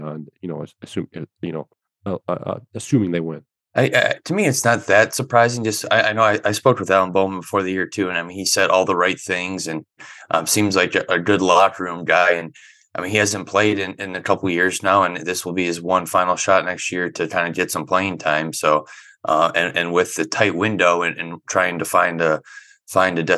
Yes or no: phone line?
no